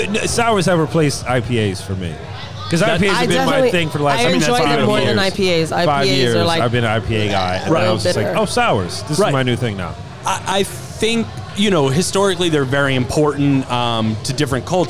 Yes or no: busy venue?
yes